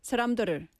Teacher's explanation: a quick exchange of the tongue from the D to the R, and it sounds like the R